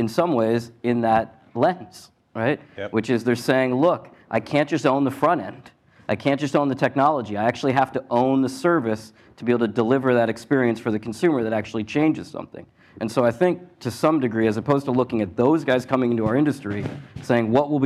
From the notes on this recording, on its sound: Live at Leerink. Gather healthcare leaders for news roundup at the 2017 Leerink Healthcare IT conference in Chatham, Massachusetts.